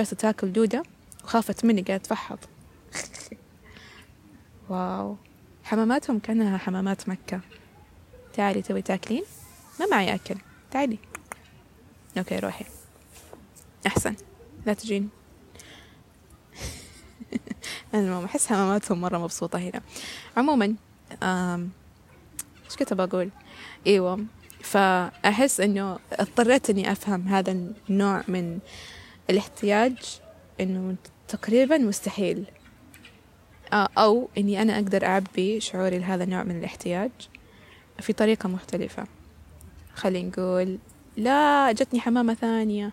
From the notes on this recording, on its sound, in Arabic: حلقة مسجلة في نامسان في مدينة سول محاطة بطبيعتها وبجانب طائر Heron.